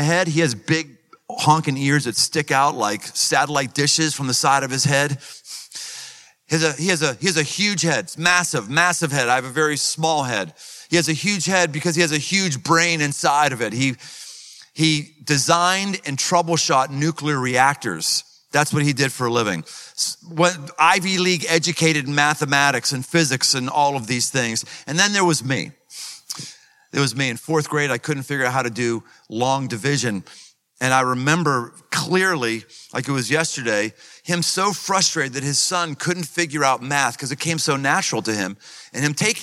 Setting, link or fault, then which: setting, live audience